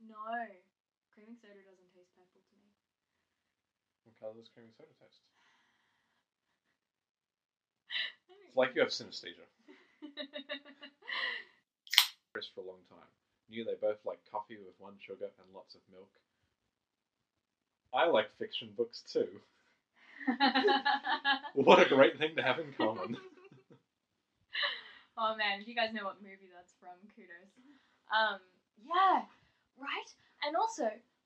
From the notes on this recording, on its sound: Sorry that the audio is very low